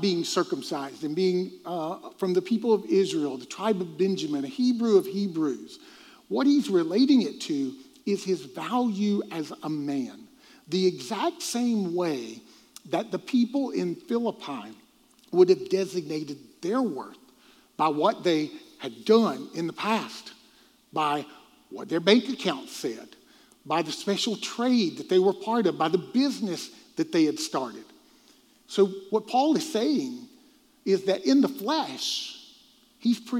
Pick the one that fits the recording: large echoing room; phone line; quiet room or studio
large echoing room